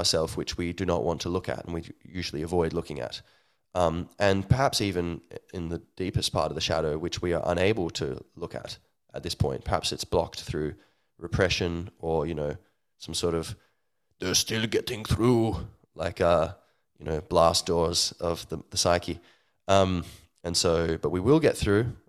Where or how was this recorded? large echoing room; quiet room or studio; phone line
quiet room or studio